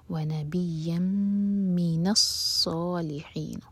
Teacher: صاد heavy حا حلق سے